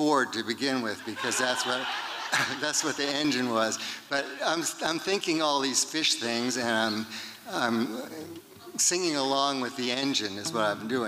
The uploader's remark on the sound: These performances were recorded at the Liberty Theatre on Friday, February 24th, 2023.